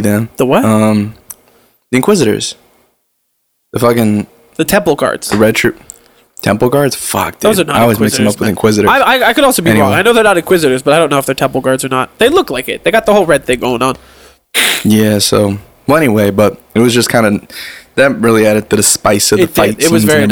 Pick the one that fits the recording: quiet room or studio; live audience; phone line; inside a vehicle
quiet room or studio